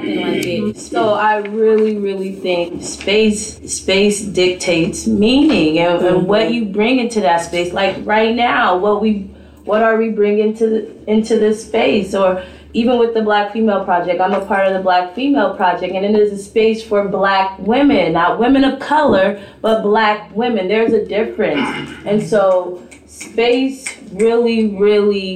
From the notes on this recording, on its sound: Audio from the 4th annual BlackFemaleProject/Black Teacher Project Women’s History Month Event